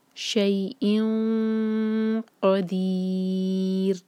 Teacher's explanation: ہم یہاں پر نون کی آواز کو چھپائیں گے اور قاف کے لیے زبان تیار کریں گے. شیء قدیر نہیں کہیں گے، شیء قدیر.